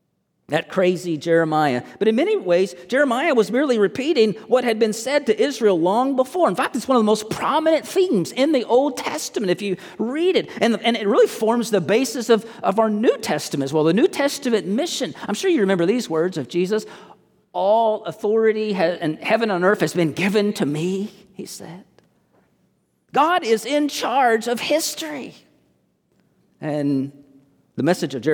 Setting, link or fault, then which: setting, large echoing room